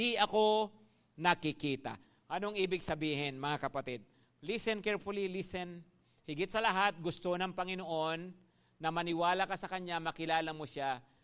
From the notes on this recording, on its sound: at Grace Testament Church's 5:00pm service